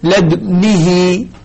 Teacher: أنا أعطيت الدال ساكنة مع إشمام الضم